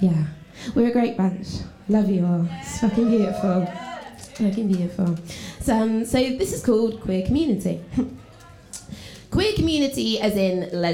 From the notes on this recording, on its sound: It is a recording of a live poetry event in Brighton. Queer The Mic is a glittery community stage for queer & trans poeming. The sound recording of Queer The Mic is by Blue Dot Studios.